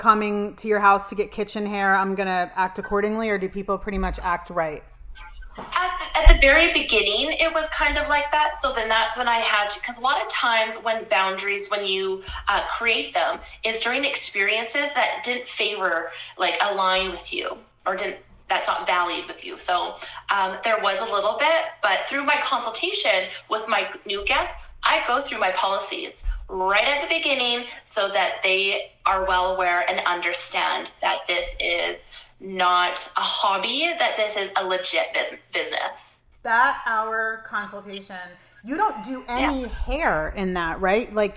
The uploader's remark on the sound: Listen to my Instagram live conversation